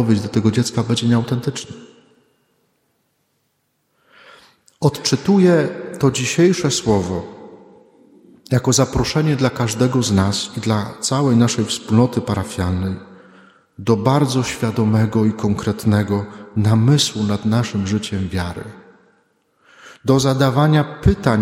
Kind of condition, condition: setting, large echoing room